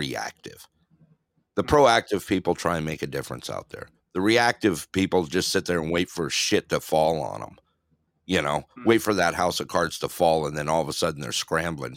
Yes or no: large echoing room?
no